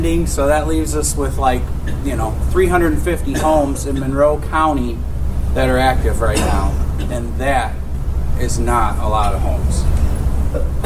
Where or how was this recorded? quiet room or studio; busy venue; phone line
busy venue